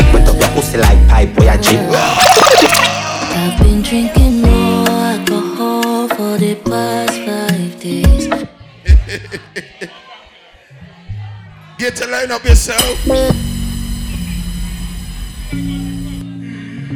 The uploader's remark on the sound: LIVE IN CITY VIBES VICTORY PARTY